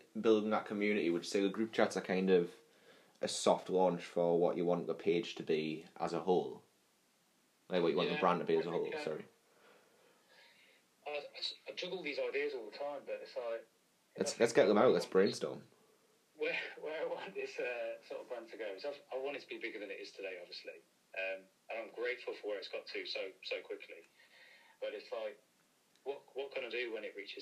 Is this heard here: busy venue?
no